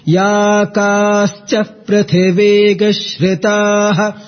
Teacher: Prithiveg doesn't carry upward intonation.